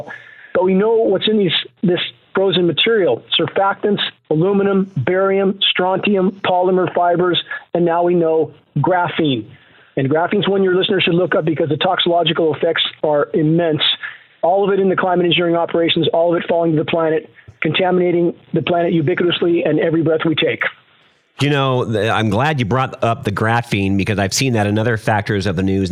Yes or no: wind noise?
no